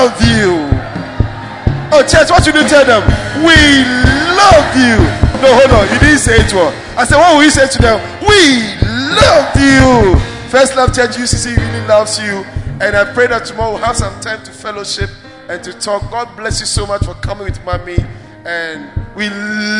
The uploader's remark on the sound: Preached At First Love, UCC